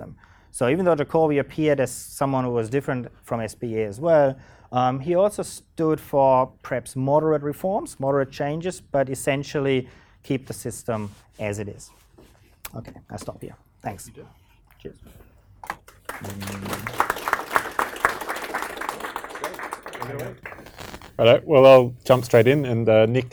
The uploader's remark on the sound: Recorded in front of a live audience